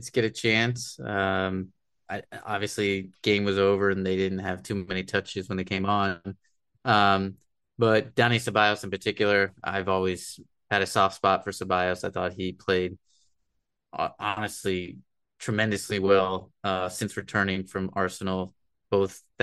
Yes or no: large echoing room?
no